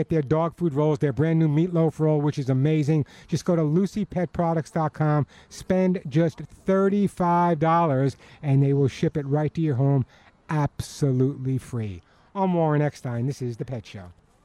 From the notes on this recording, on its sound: This is a live broadcast at the grand opening of Teresa's Country Feed and Pet in Tarzana, where viewers are encouraged to join in person.